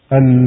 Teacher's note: تقف بإسكان الياء مع المد المشبع